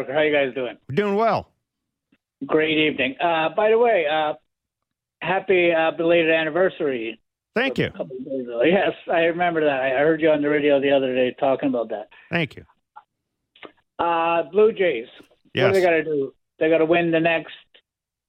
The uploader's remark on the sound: They take your calls